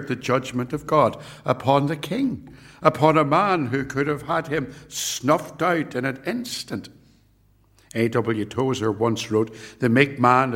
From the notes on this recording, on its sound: It was recorded at Templepatrick